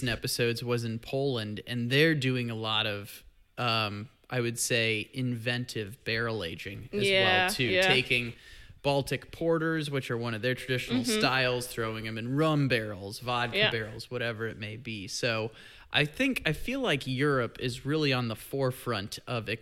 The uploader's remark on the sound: Live from Oriel Beer in Bucharest, Romania